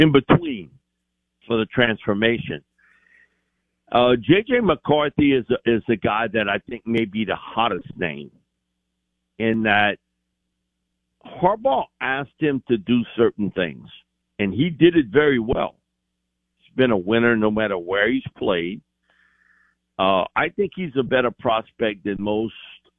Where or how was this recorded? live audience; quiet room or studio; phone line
phone line